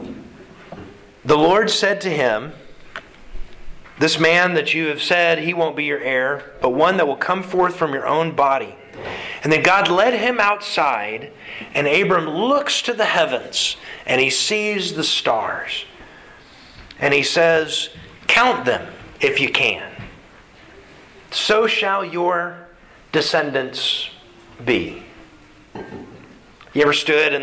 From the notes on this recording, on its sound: Sermon delivered to the Galena Bible Church.